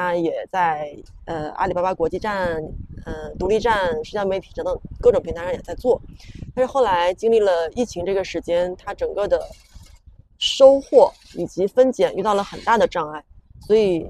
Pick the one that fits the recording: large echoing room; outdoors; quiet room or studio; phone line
outdoors